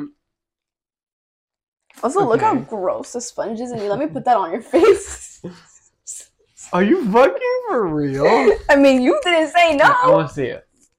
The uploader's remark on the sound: We want to apologize for the quality of the next two episodes! We didn’t realize when purchasing the microphones how disappointing they were.